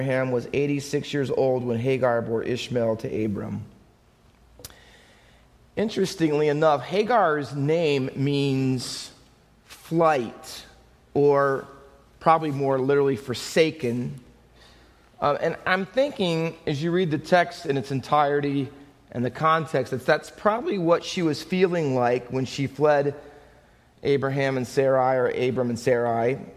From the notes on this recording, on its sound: Faith Baptist Church in Hamilton, NJ.